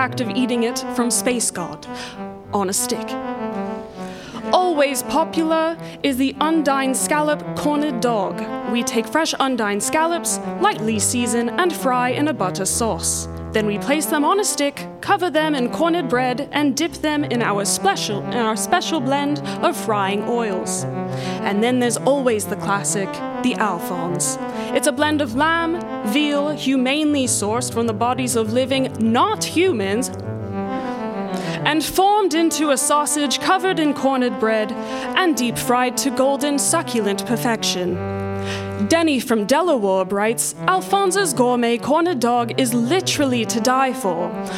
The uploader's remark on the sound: Welcome to our second show here at The Newton at First Draft at Changing Hands, at Phoenix, Arizona.